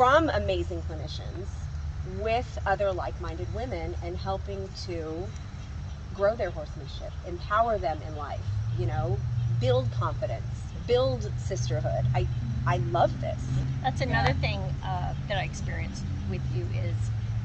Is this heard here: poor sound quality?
yes